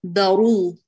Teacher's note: رقق الباء وفخم الراء